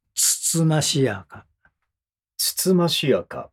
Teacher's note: つということを言おうとしたときには少し長めに出す